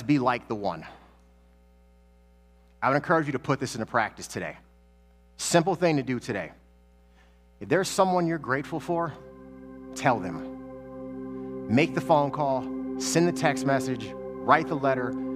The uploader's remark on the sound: Sermons that he preached at New Life Church in Lakewood, Ohio.